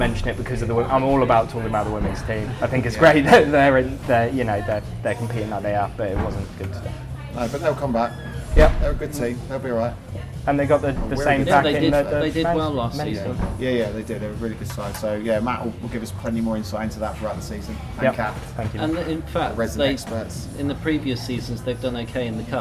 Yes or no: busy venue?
yes